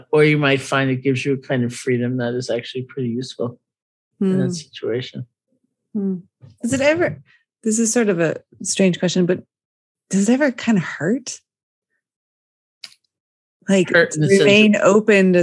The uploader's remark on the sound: Today’s episode was recorded as part of the Ram Dass Fellowship’s regular online gatherings.